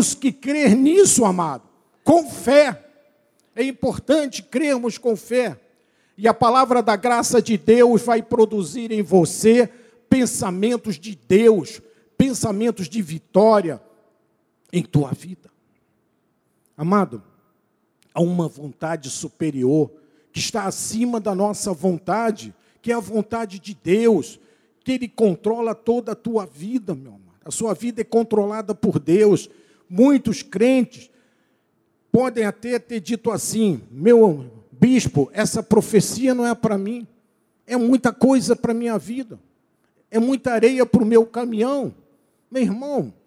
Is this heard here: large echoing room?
yes